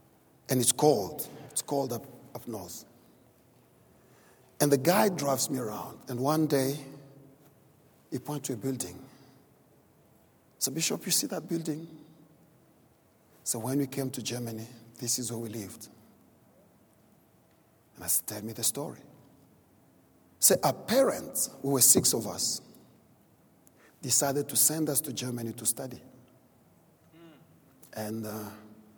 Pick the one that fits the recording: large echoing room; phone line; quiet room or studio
large echoing room